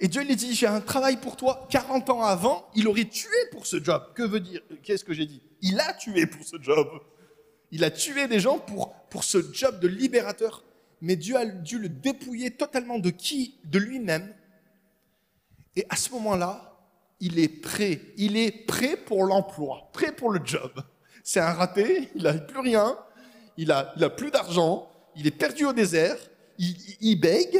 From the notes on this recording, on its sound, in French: Enregistré à l'église CVV, le 27/11/2022